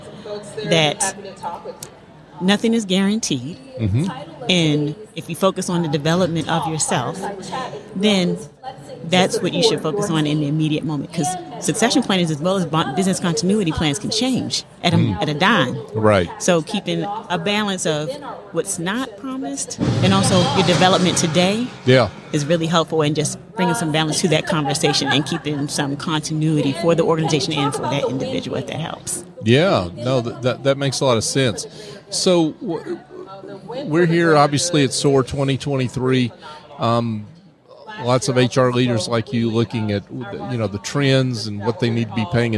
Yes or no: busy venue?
yes